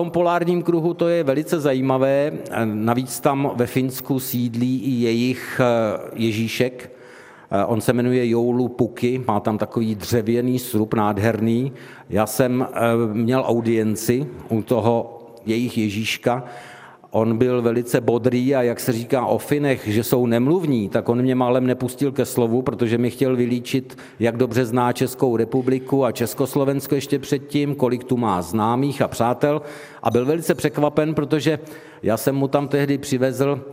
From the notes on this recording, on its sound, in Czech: Také tentokrát uslyšíte veřejnou nahrávku pořadu, kterou jsme pořídili ve spolupráci s Muzeem východních Čech v Hradci Králové a kavárnou v jejich unikátním prostoru.